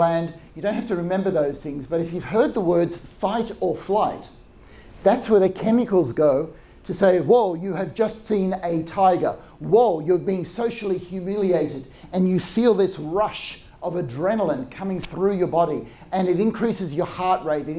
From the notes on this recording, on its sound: Recording of a live lecture.